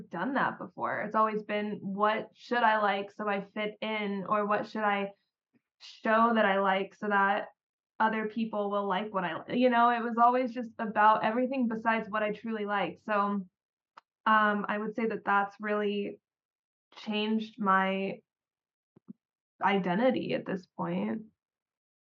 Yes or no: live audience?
no